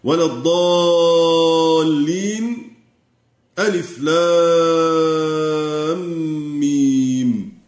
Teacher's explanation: المصطلح الثاني السكت، والسكت كالوقف لكن بدون تنفس، يقف القارئ على الكلمة سكت لطيفة لا يتنفس معها